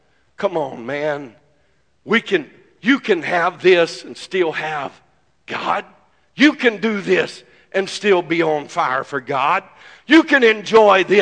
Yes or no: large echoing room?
yes